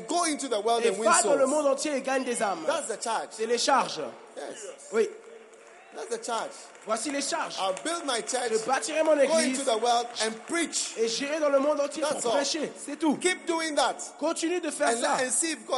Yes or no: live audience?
yes